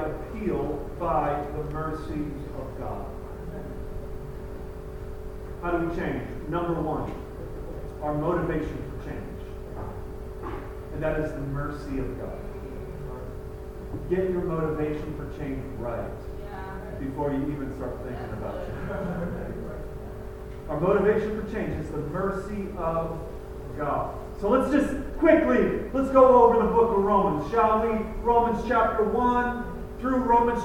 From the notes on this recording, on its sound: Apologies for the poor audio